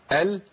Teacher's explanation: وانا بجيب اللام بينحرف اللسان ناحيه الحافه · Term: الانحراف